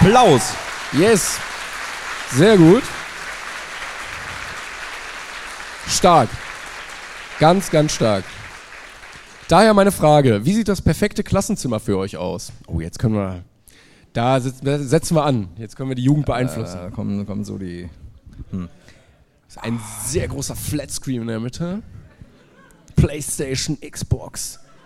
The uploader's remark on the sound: LIVE in Leipzig